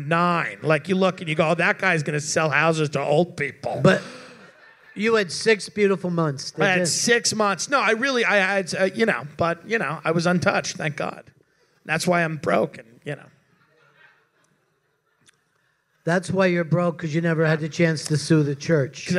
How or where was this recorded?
live audience